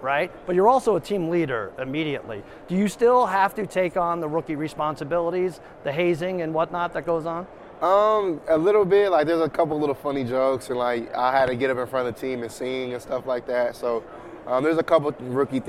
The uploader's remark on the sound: Live From Radio Row